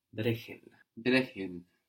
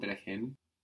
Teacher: I hear the CH is soft now because we have the E before